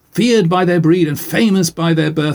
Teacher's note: the alliteration gives stresses to what ought to be unstressed syllables to make that line, you know, stand out like a fanfare.